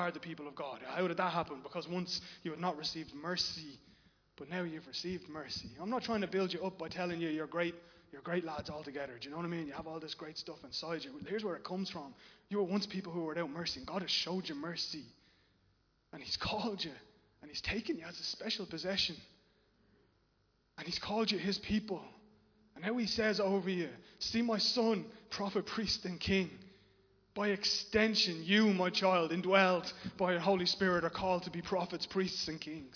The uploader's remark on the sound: Recorded live in Liberty Church on 17 October 2021